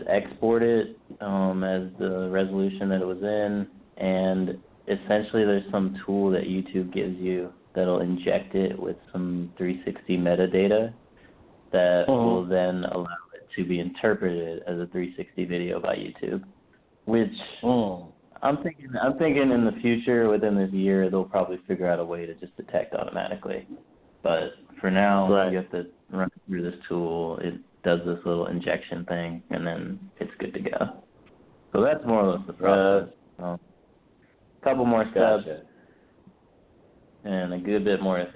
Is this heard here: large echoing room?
no